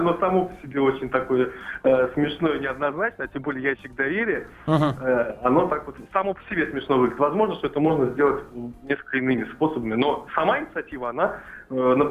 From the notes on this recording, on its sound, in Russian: по телефону